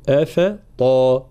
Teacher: ترقيق الهمزة والفاء ثم تفخيم الطا